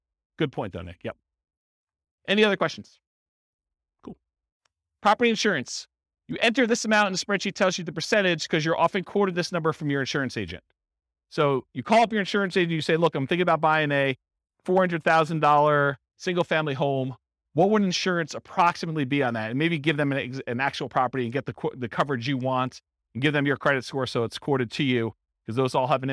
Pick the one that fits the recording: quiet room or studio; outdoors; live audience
live audience